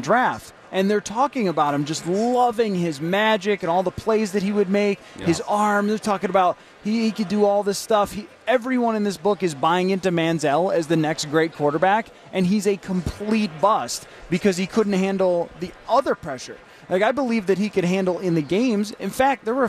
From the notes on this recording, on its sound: live from Radio Row all week